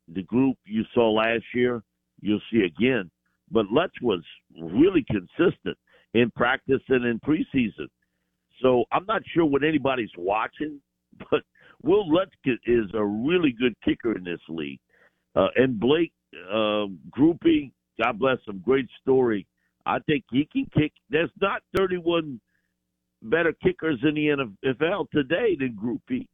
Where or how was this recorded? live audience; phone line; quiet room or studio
phone line